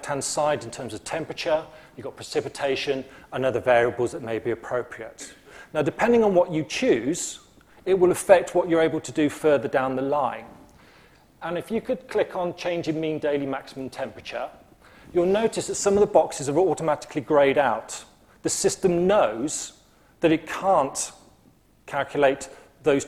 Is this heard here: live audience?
yes